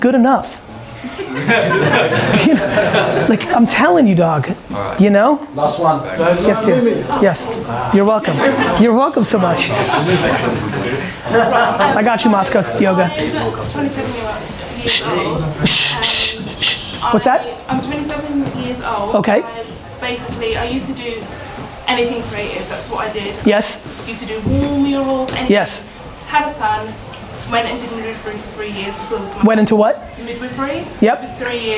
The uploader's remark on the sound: A Live Q&A At The K-Swiss London Popup